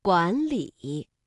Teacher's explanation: 当两个上声字相连的时候，第一个字要发声变调，读二声阳平。